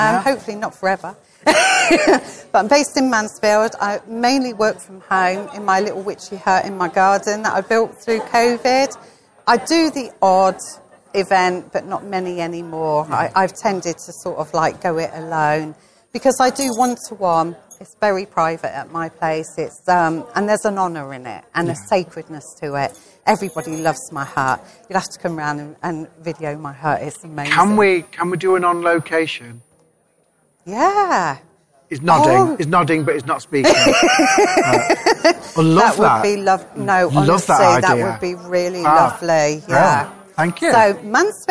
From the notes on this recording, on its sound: Full Circle Podcast at the Hope and Harmony MBS Show. We got to talk to many people making new friends and getting to watch and record their inspired talks and demonstrations.